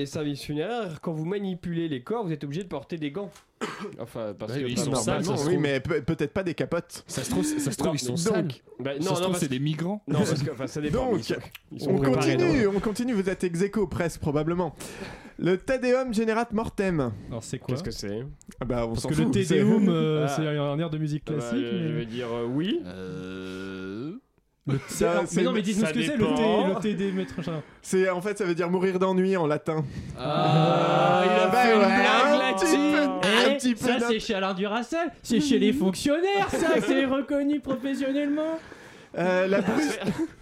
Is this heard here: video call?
no